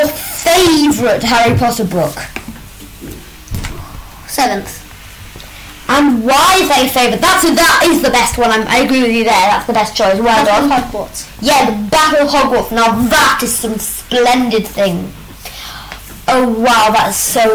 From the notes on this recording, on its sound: Sorry about the audio. Listen on low volume!